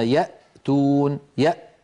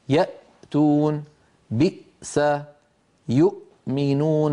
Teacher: لما نقول يأ فإن الوترين الصوتيين يلتحمان ويلتصقان وينقفل المخرج تماما. جربوا إن شئتم: يأتون، بئس، يؤمنون، فنجد بأن المخرج قد انقفل تماما عند نطقنا للهمزة الساكنة.